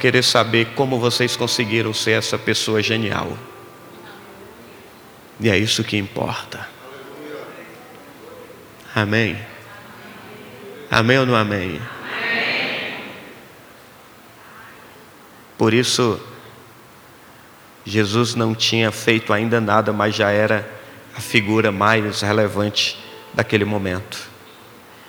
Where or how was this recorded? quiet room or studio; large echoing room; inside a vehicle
large echoing room